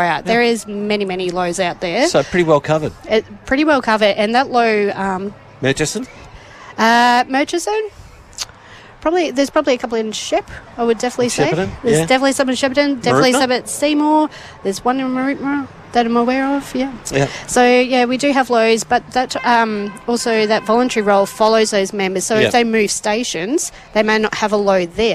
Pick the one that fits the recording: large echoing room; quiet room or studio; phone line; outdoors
outdoors